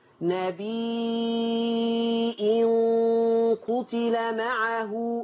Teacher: ورش بقى في كلمة نبي هيمدها، هيمد اليه ست حركات ويحط همزة